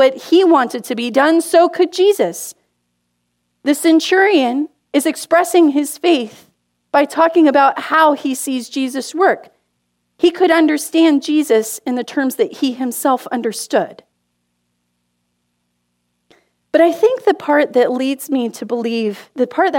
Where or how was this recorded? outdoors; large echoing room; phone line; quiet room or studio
large echoing room